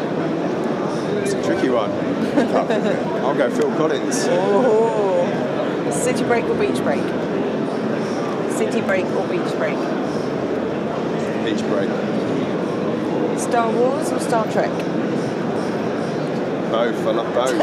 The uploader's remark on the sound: Recorded live from the ISE annual conference in Barcelona.